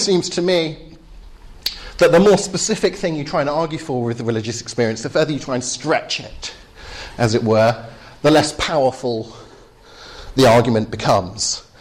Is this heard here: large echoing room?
yes